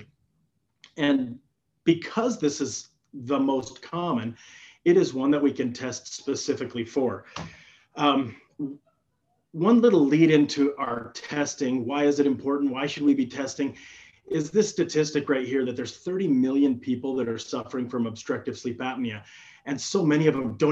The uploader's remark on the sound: During this live interactive webinar